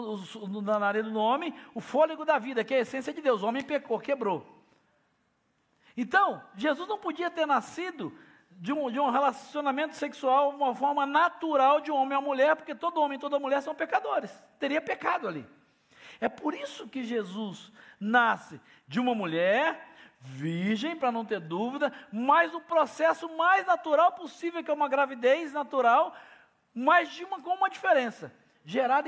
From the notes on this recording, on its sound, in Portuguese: Celebração ao vivo